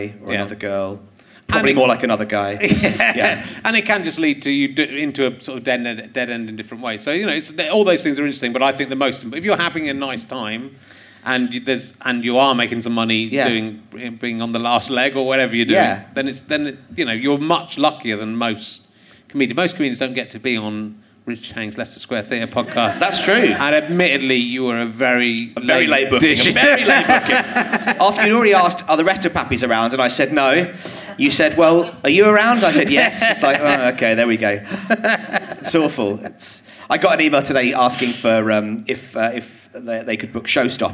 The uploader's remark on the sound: Leicester Square Theatre Podcast